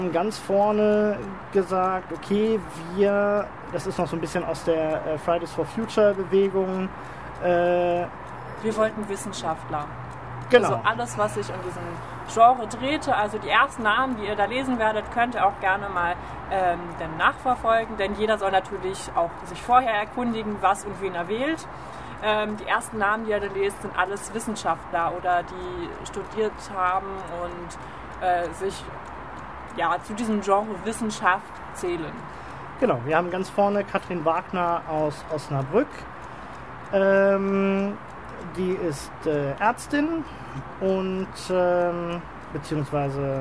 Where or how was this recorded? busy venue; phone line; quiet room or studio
busy venue